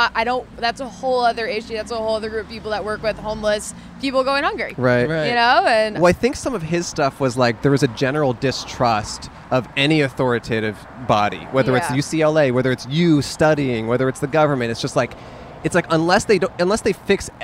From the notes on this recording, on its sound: In front of The Pleasure Chest on Santa Monica Blvd in West Hollywood.